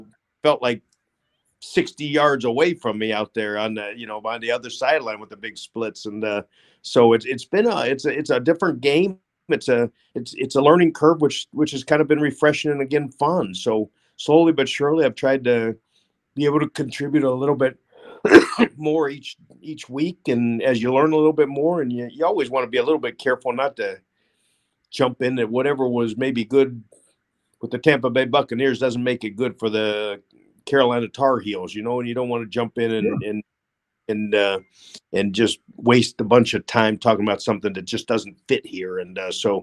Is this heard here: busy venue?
no